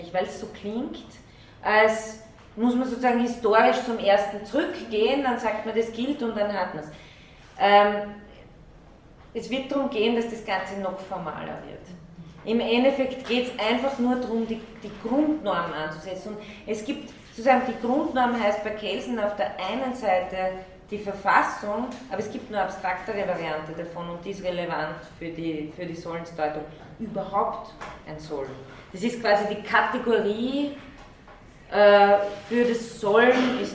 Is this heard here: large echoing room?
yes